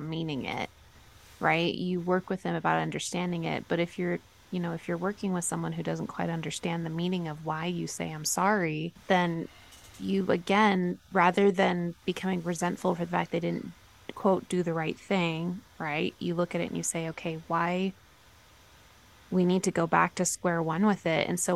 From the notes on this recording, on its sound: We apologize for the background noise!